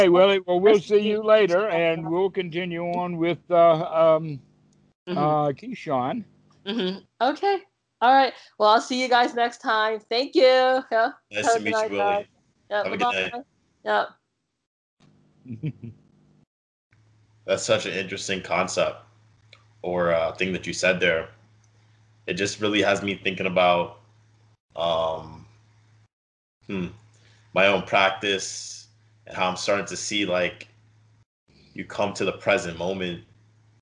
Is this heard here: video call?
yes